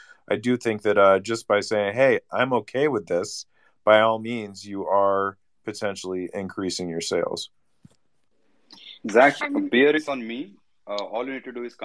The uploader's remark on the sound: This episode is the recording of a Twitter space held on the MetaJungle Twitter on May 6, 2022.